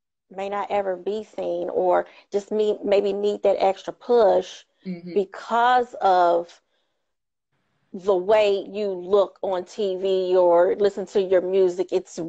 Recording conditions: video call